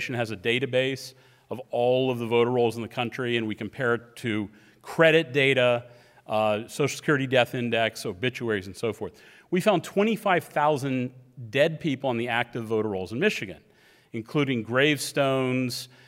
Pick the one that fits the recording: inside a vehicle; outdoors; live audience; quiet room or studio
live audience